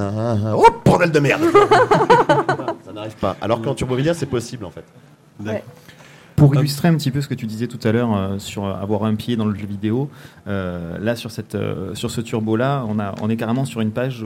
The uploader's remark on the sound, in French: Cette rencontre a été enregistrée en public au festival des Calanques et des Bulles 2016.